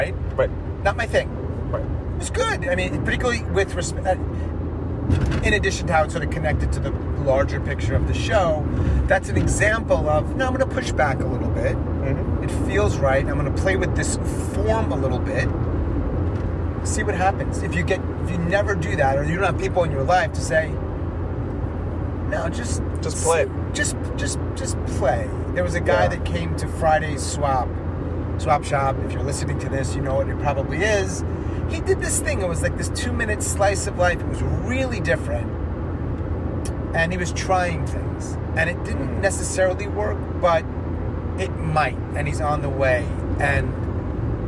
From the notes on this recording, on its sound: Our conversation, which focuses on the mundane, the magical and the minutiae, takes place in my car, driving him to RDU Airport, after he and a handful of other storytellers descended on Durham, (NC) where they absolutely crushed the GRIT stage.